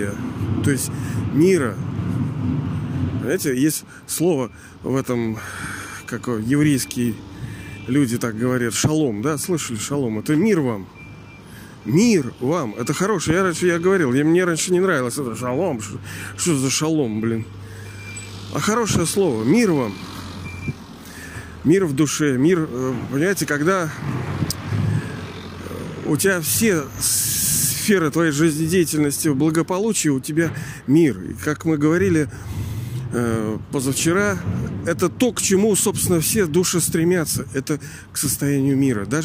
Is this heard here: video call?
no